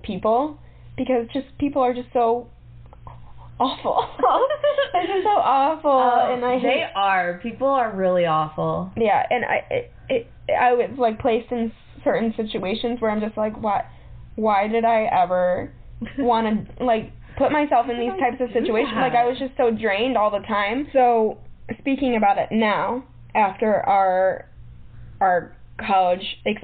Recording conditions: poor microphone